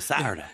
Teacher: We drop that middle T like all over the country